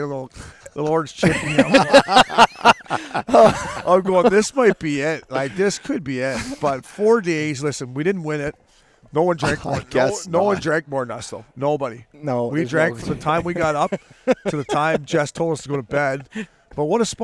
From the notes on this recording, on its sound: Recorded at DK Sportsbook at TPC Scottsdale